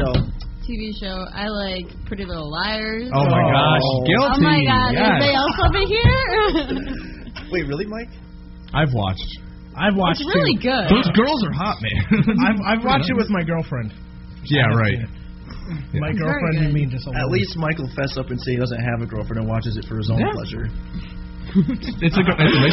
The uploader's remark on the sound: We apologize in advance for the low quality audio. There was an error with our recording device.